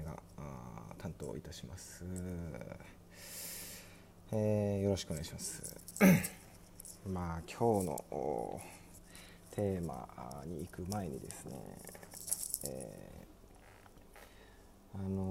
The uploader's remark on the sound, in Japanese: 音響機材の関係で雑音が入ることがあります。Iphoneの有線イヤホン収音えぐいな。北海道札幌市を拠点に活動する26歳男性2人がただただ話すラジオです！